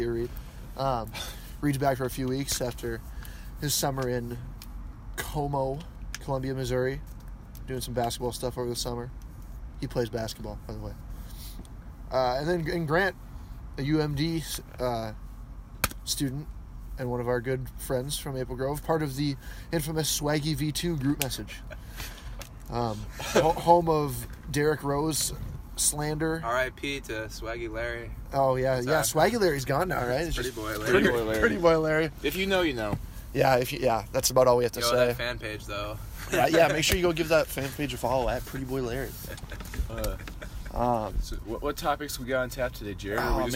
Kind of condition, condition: setting, outdoors